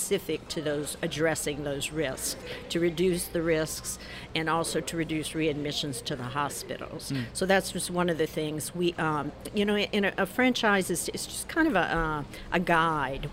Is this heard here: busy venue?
yes